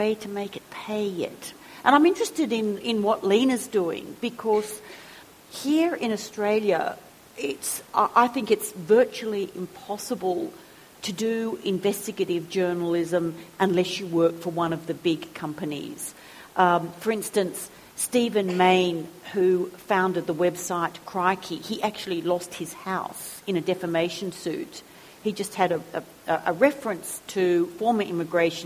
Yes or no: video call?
no